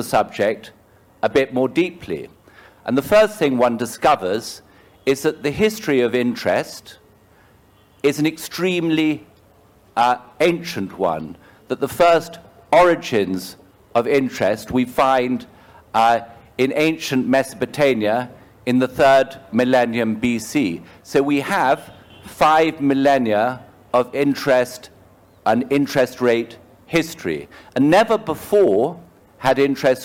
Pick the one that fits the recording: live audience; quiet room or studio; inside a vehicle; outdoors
live audience